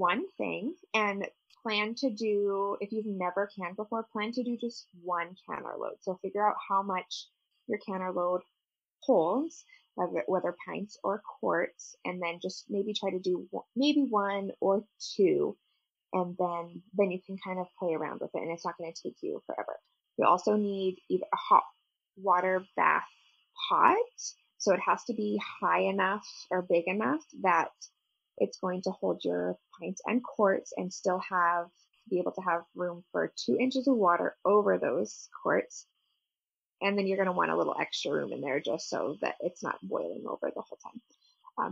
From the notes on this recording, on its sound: We apologize for the poor sound quality of this episode. Computer issues happened, but the conversation was too fun to scrap!